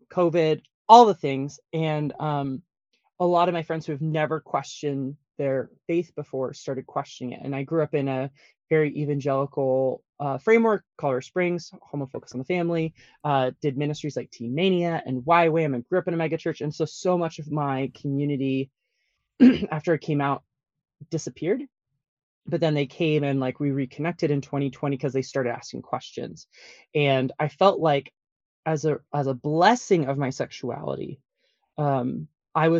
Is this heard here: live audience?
no